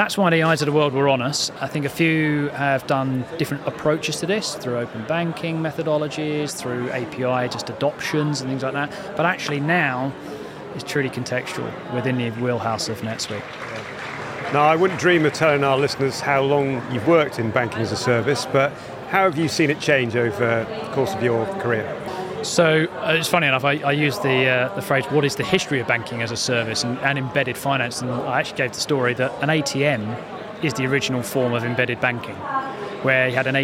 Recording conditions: busy venue